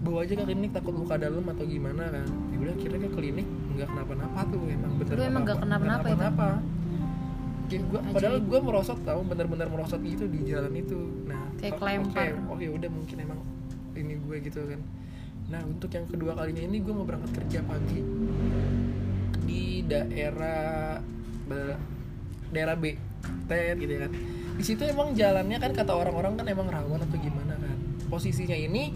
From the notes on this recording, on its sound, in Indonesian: Minta maaf kalo soundnya sedikit keganggu sama suara kendaraan ya vibes.